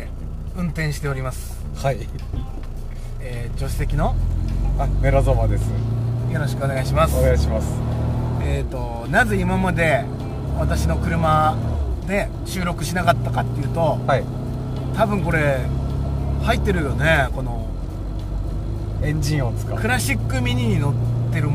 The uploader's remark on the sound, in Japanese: 今回は最初で最後のMyミニクーパーで収録！